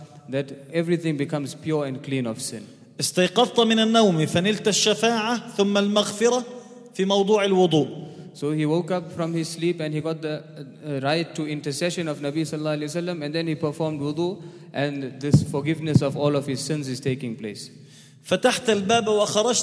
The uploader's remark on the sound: at the Houghton Masjid (West Street)